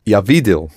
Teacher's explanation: Видел, stress the first syllable.